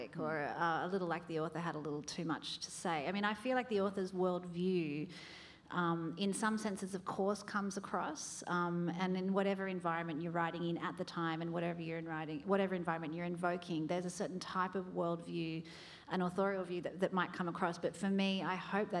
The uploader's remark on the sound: In this session, which was recorded at the 2019 Newcastle Writers Festival